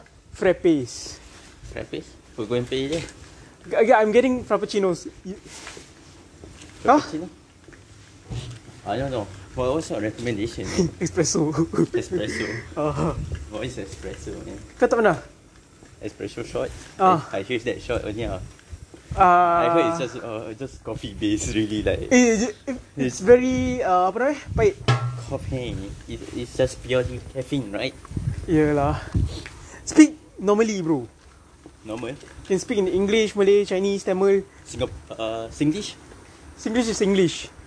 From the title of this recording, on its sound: half assed podcast outside the depot